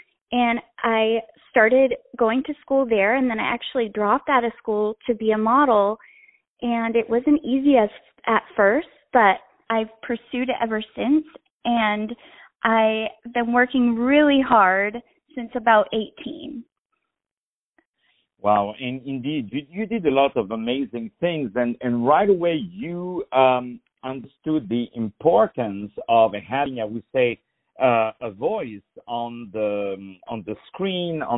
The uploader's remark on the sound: On the phone